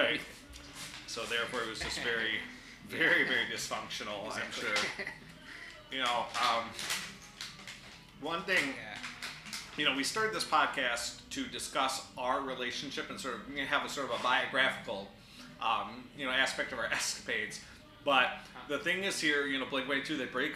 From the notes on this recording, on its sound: Enjoy some honest-to-God in-person synergy. Special thanks to Korekke Club for lending us their facilities, jeers to the incompetent staff, and apologies to everyone listening for the background noise.